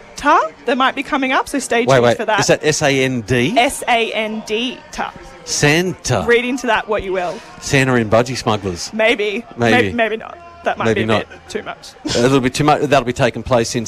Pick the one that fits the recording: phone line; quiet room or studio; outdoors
outdoors